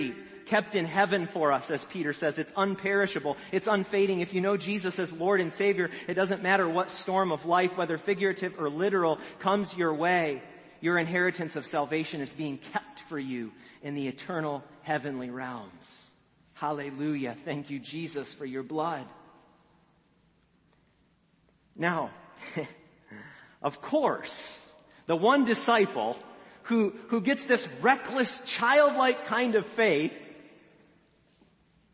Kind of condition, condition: setting, large echoing room